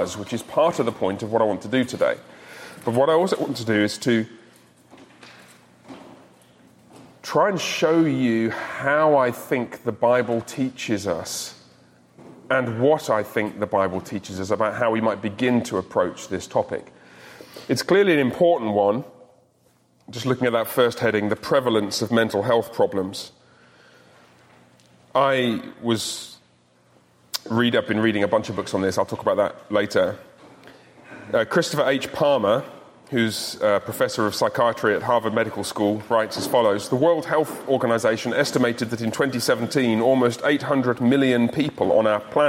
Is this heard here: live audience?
yes